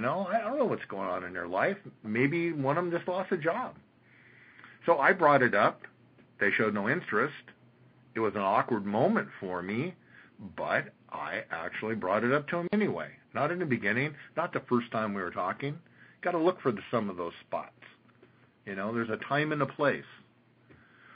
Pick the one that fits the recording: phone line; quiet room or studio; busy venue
phone line